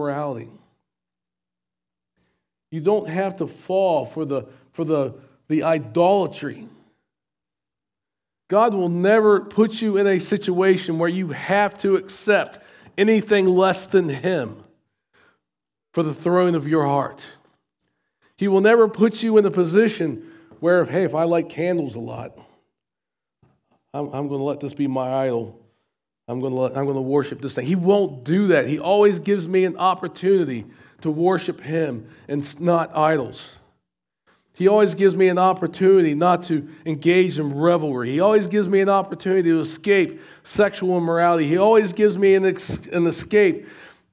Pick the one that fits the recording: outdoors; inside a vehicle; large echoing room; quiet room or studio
large echoing room